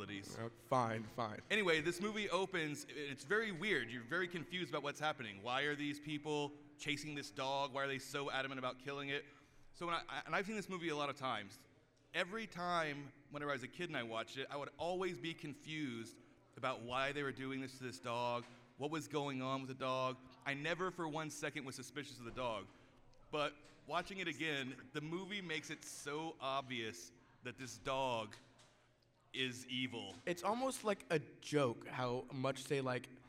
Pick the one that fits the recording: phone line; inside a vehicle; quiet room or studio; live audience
live audience